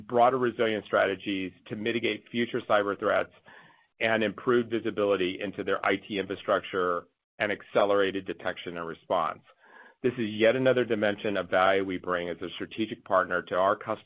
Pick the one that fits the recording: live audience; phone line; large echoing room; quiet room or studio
phone line